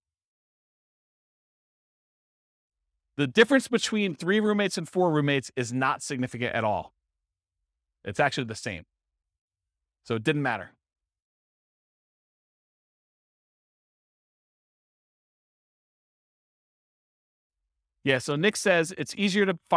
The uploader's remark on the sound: This was a live class recorded